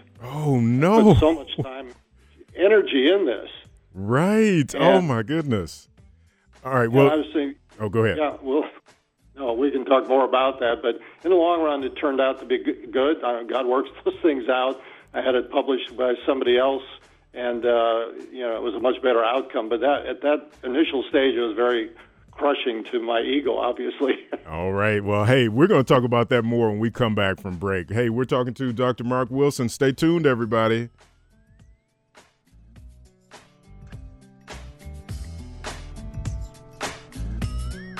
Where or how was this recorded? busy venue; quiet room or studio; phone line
phone line